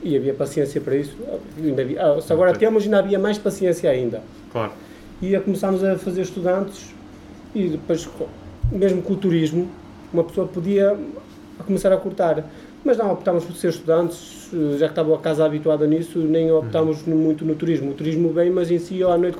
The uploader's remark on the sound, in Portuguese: Foi gravado uns minutos antes de começar o serviço do jantar, com o telefone do restaurante a tocar de cinco em cinco minutos. Um problema de produção levou a que os primeiros minutos se perdessem, irremediavelmente, o que justifica a sua curta duração.